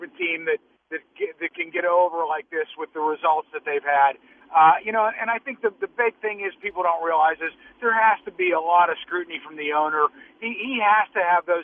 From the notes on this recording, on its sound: Rapid fire phone calls from the fans. Final phone calls for the show.